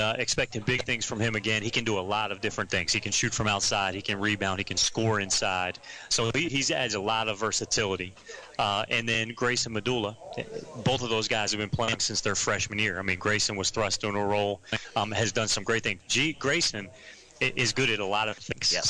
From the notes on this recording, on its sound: Heard live October 8, 2018 from SportsPage Grille in Ashland on 102.9 The Mater, WHAN Radio.